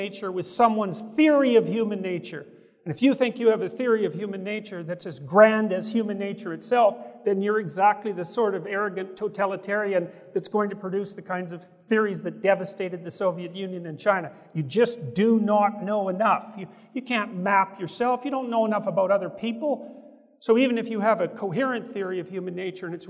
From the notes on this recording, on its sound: guests gathered at the Sovereign Nations Conference at the Trump International Hotel in Washington, DC